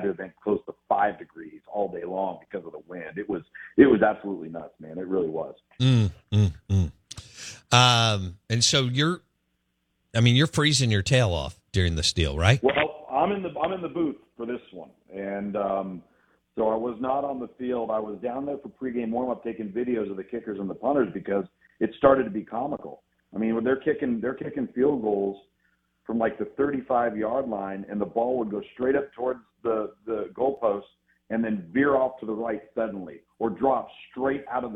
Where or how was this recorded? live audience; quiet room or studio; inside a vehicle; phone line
phone line